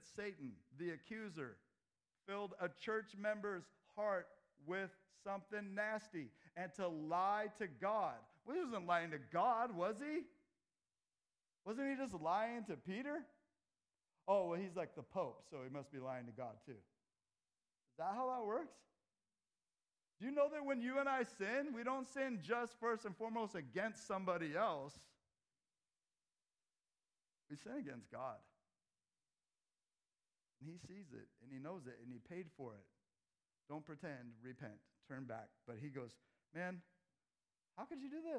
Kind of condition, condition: setting, large echoing room